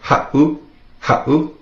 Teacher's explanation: If you were to take out that 7, it would be pronounced ha'u. With the 7 in there, makes that little glottal stop, that pause.